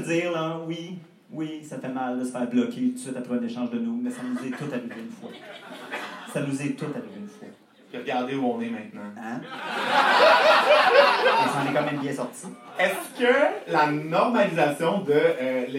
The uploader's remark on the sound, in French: notre enregistrement live devant pubis